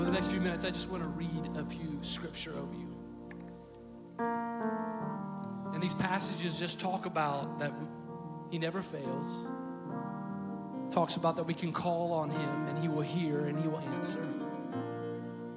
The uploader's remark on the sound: Recorded live at Stevens Creek Church.